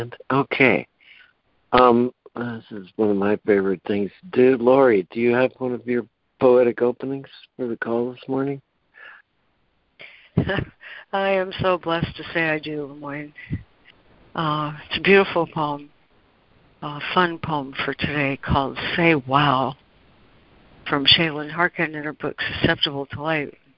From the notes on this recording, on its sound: ACIM Daily Conference Call.